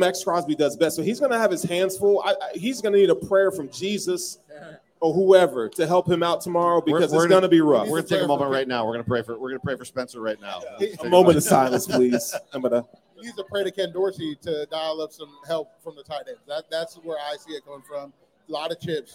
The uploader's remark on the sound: Resurgence LIVE. Joined together for a live recording at Resurgence Brewing the night before the Home Opener.